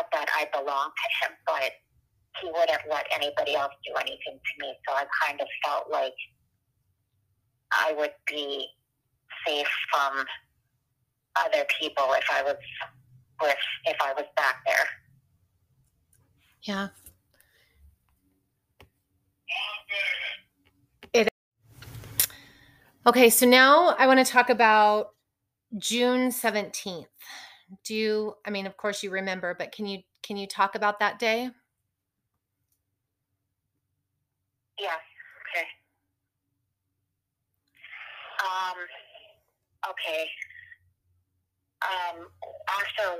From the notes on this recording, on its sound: Part 1 of our prison phone interview.